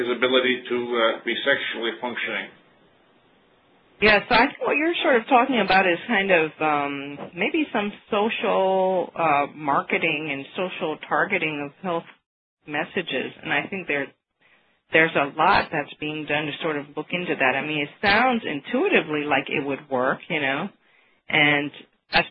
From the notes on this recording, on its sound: May 2009 Author in the Room® Teleconference